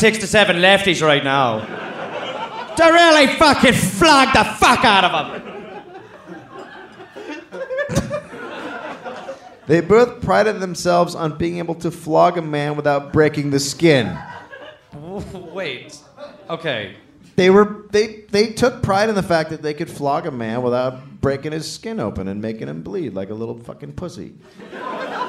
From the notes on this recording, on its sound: Live in Australia. Live in Canberra, Australia.